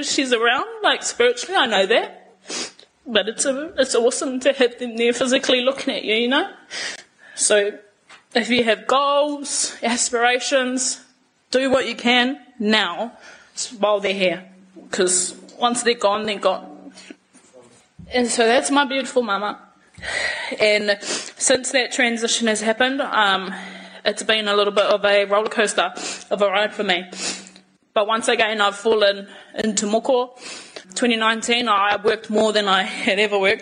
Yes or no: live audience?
yes